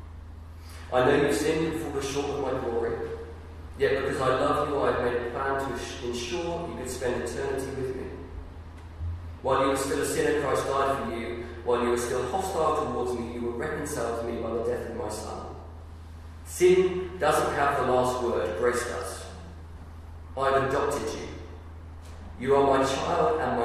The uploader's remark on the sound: Sorry - The audio quality is poor on this.